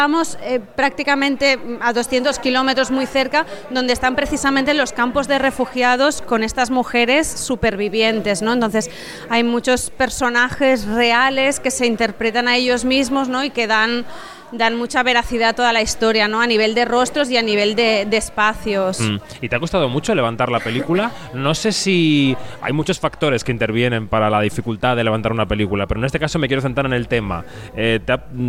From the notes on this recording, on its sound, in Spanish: Programa especial en la antena de Onda Cero desde el Festival Cinema Jove de Valencia